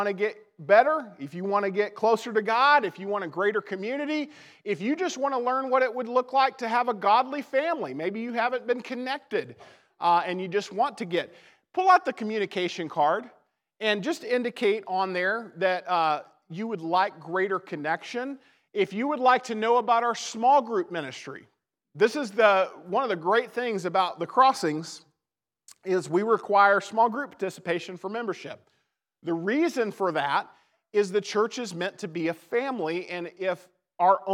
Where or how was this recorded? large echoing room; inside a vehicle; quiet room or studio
large echoing room